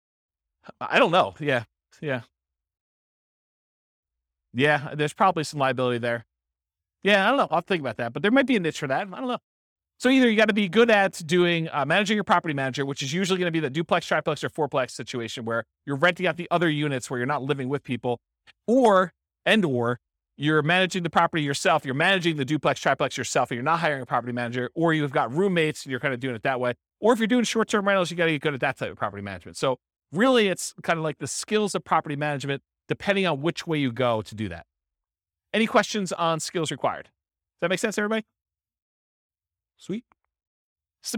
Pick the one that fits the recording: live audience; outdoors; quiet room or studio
live audience